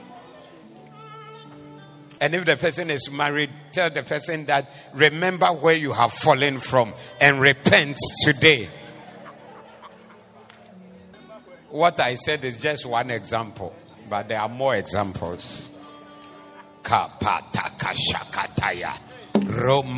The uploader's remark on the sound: Preached at the Doxa Service 14012024